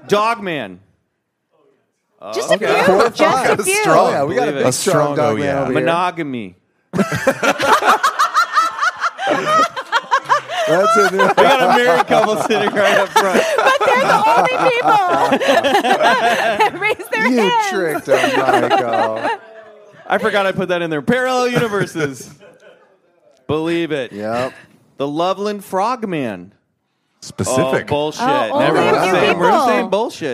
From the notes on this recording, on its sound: Contact in the Desert Live Show: Part II. Returns to BCC for the second half of the CITD Live Show.